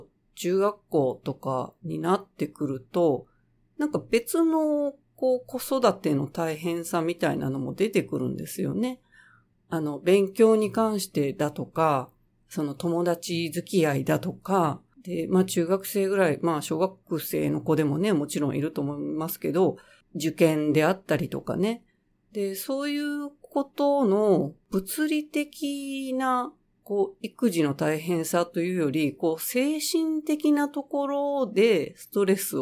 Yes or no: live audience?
no